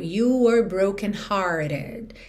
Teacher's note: hearted, esse E final é pronunciado. E o T foi modificado para rarara